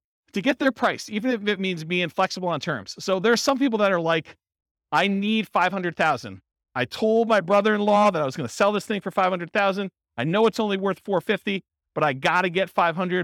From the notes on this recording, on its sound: This was a live class recorded